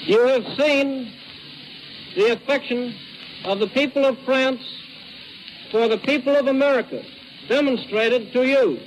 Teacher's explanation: he had that very nasal quality to his voice